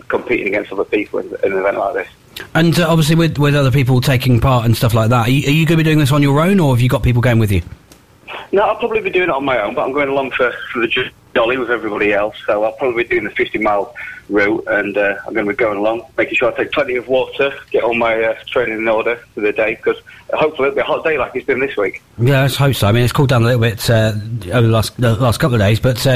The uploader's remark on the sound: Phone Interview